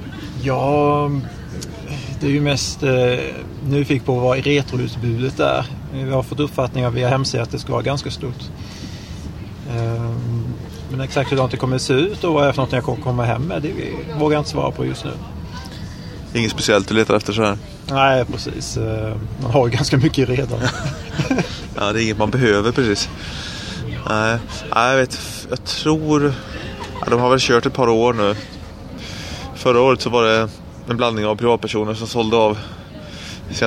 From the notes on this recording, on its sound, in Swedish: Retrospelsfestivalen – Live. Live-inspelat podavsnitt där vi besöker Retrospelsfestivalen i Malmö den 10 oktober 2015. Spontanintervjuas i cafeét.